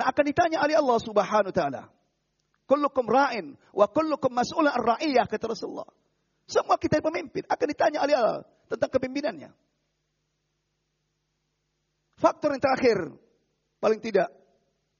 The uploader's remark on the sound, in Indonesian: Rekaman Audio Khutbah Jum'at. Dilarang memotong rekaman audio ataupun video kajian di masjid Mu'adz bin Jabal, tanpa seijin dari admin.